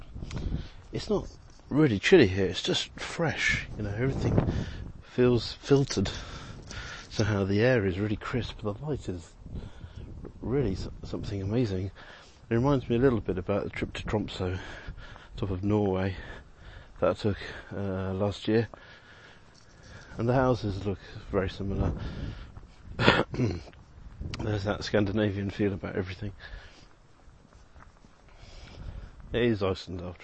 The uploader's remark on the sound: Walking around Keflavik. Often recorded on the move as I'm traveling.